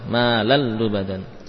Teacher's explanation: Terjadi idgham pada tanwin di dalam huruf lam, ke dalam huruf lam.